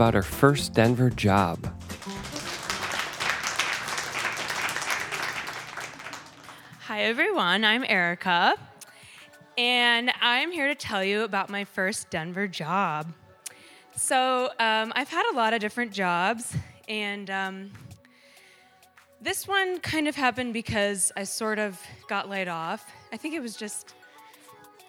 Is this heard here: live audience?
yes